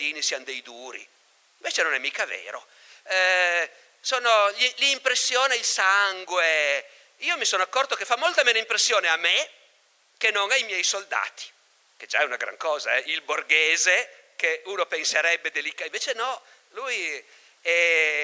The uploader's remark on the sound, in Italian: Festival Logos 2019, estratto